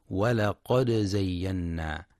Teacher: ينتبه القارئ برواية حفص لإظهار الدال مع القلقلة في ولقد زينا، فلا يقرأ ولقد زينا بإدغام الدال في الزاي.